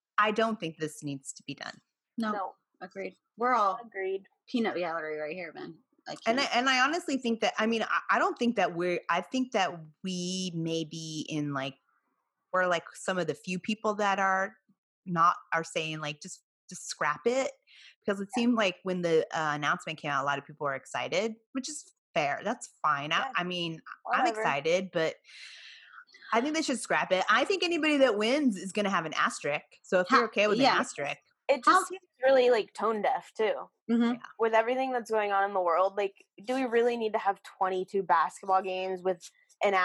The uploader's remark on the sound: joins us on this Hoops Talk Podcast Zoom’d episode